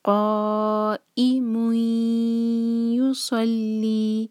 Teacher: قو ای مو سلی، دومہ کی تنوین کے بعد یا، ادغام غنہ کے ساتھ. اور جب ہم ادغام کرتے ہیں تو یا پر جھٹکا نہیں آنا چاہیے، یہاں پر شدہ نہیں ہے، آواز کو ہمیں مرج کرنا ہے.